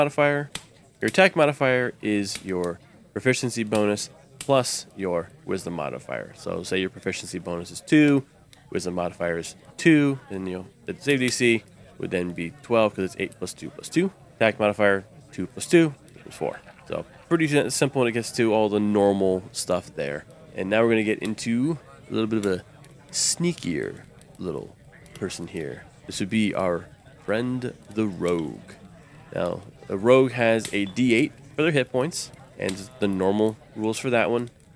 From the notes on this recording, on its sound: Background tavern and dungeon sounds by Syrinscape